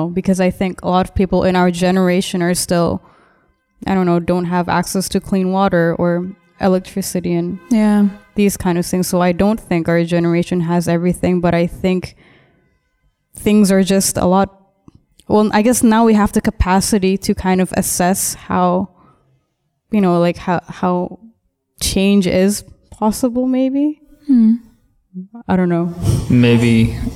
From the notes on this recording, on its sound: We documented the Panel Discussion at West Den Haag organized by multiple KABK students. In collaboration with The Hague Contemporary.